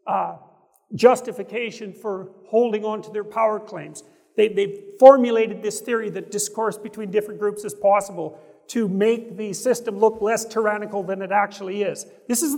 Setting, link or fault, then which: setting, live audience